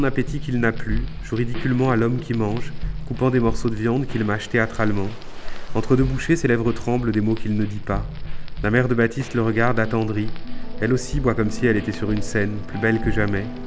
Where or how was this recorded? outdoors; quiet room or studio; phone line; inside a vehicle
outdoors